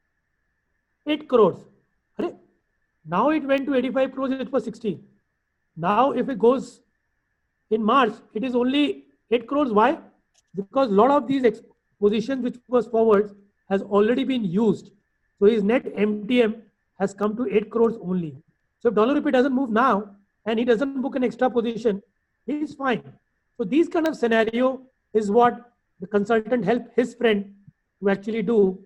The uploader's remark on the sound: IFA Global's recorded webinar